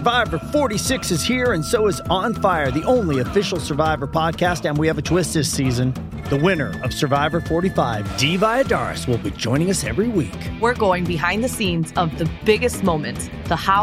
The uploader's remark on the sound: At the 2019 NWTF show in Nashville we got a chance to sit down and record a podcast